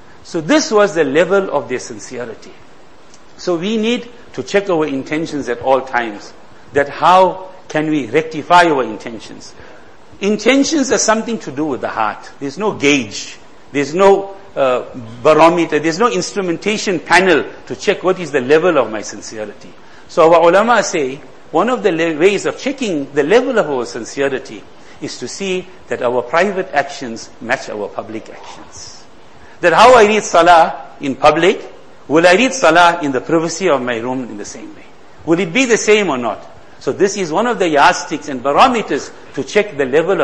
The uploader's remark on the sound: Jumuah lecture